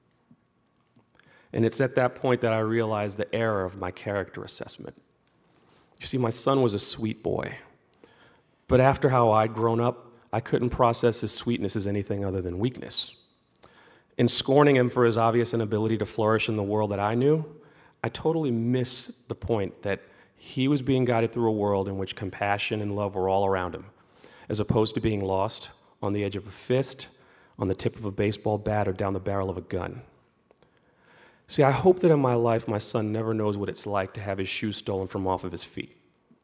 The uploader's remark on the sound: Live at Town Hall, New York